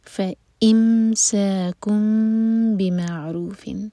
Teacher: فا کے بعد حمزہ پر کٹ آف ساؤنڈ